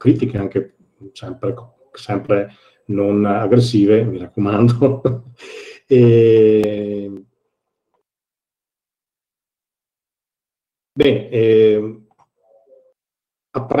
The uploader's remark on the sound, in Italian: tenutosi online durante la LibreItalia Conference 2020